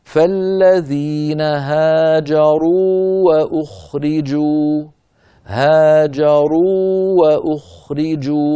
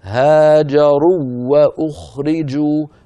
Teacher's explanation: هذه الأمثلة كلها واوان يعني حرفان متماثلان والأول منهما ساكن، لكن لا إدغام للواو الأولى في الواو الثانية لأن الواو الأولى مدية وحرف المد لا يدغم لأنه إن أدغم زال المد · Shown in: first take · الصواب أن نقول فالذين هاجروا وأخرجوا، هاجروا وأخرجوا، فنمد الواو